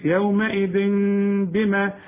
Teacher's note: انفراج في الشفايف، يومئذ بما. يبقى العلماء بيسموا الحكم ده إقلاب، نقلب التنوين لميم ونخفيه ونغنه، إخفاء إقلاب مع الإخفاء مع الغنة، يومئذ بما، بما إيه